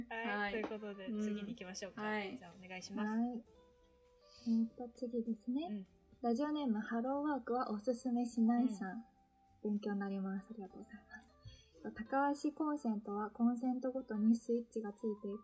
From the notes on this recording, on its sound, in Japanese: 今回も、リモート収録でお届け！！音声の質、すなわち音質について至らない点もあるとは思いますが。